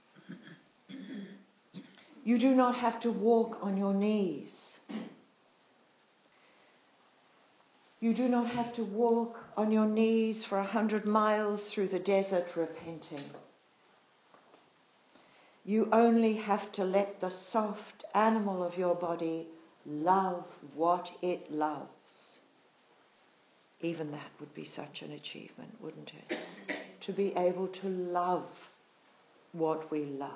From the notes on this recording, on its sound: Live recording of retreat talk. At Mana Retreat Centre, NZ.